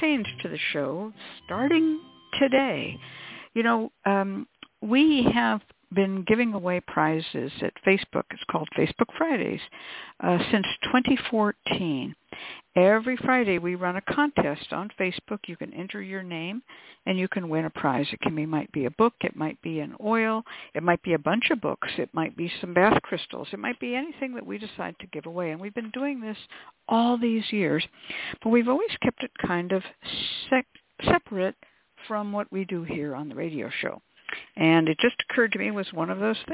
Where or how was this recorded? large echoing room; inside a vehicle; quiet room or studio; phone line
phone line